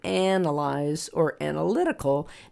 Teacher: So analyze is on the first syllable, analysis is on the second syllable, and analytical is on the third syllable. · Term: stress